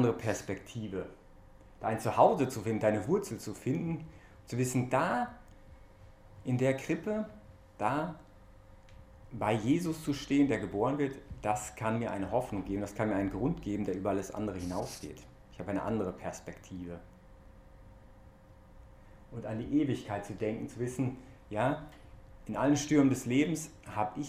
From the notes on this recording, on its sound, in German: Diese Predigt während der BeFree Messe. Im Zentrum Johannes Paul II.